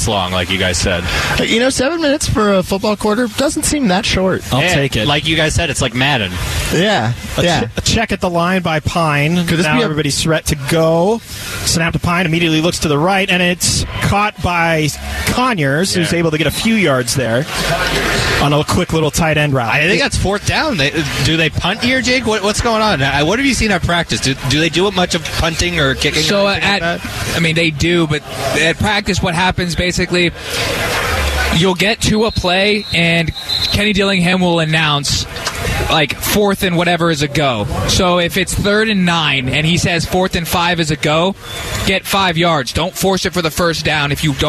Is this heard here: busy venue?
yes